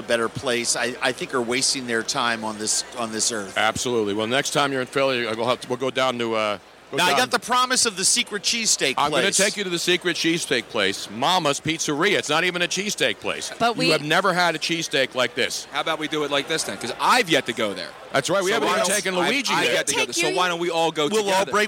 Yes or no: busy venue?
yes